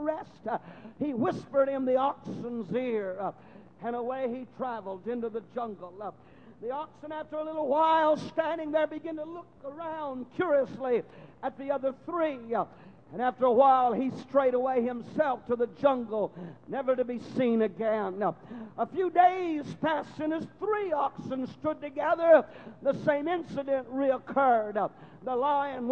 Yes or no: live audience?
yes